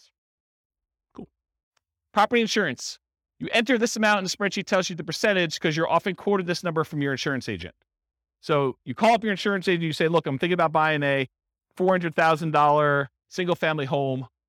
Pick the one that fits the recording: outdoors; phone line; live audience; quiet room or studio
live audience